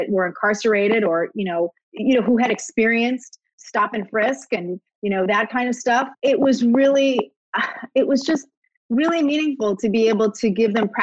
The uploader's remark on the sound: did a live virtual event with The Strand Bookstore